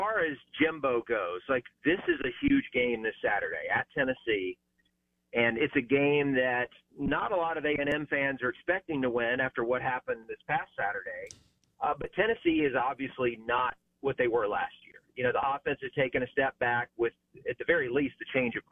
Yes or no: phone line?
yes